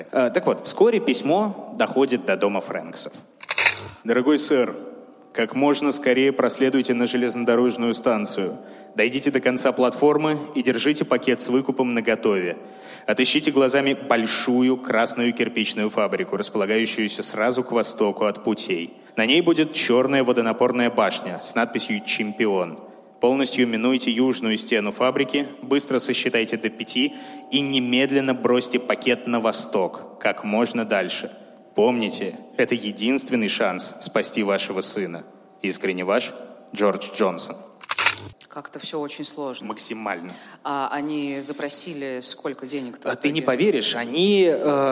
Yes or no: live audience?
yes